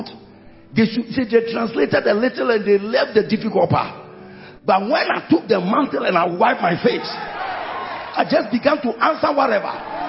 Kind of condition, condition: setting, large echoing room